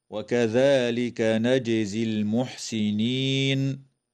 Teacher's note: تقلقل الجيم وصلا ووقفا في كلمة نجزي